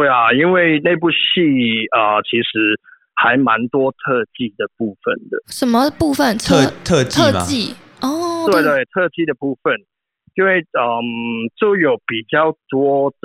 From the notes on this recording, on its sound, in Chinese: 電話訪問香港知名電影美術指導。